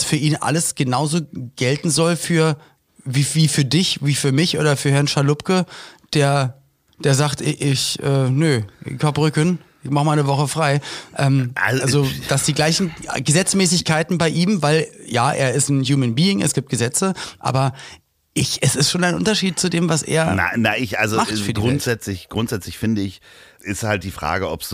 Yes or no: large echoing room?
no